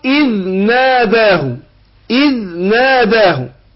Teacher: الذال بتخرج من ظهر طرف اللسان مع أطراف الثنايا